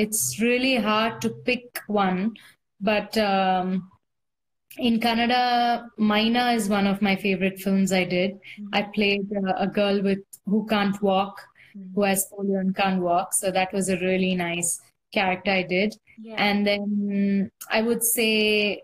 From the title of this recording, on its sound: Instagram Live